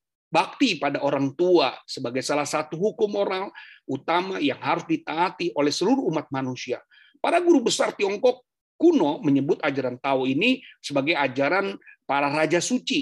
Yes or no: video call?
yes